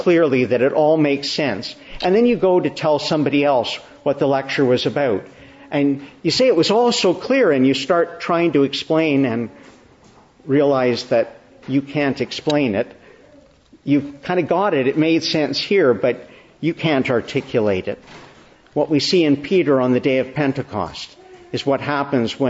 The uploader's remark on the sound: Morning Service. Preached in the Annunciation of the Blessed Virgin Mary, Ottawa, Easter 3, 2023.